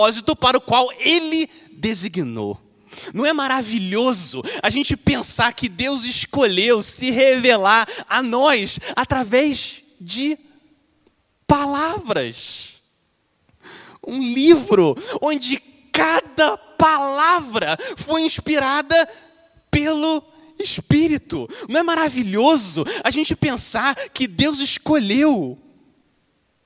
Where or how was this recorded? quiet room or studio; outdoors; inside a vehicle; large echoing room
large echoing room